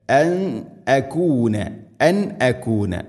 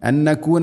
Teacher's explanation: സാക്കിന നൂന് ശേഷം ഹംസ വന്നാൽ ഇദ്ഹാർ ചെയ്യണം, മണിക്കാതെ വെളിവാക്കിച്ചിരിക്കുകയാണ് വേണ്ടത് · Shown in: first take · Term: ഇദ്ഹാറാണ്